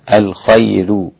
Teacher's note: الخير رقق الراء هنا ورش، ليه؟ لأن الياء المادية الساكنة قبلها، الخير هكذا رقق الراء الإمام ورش.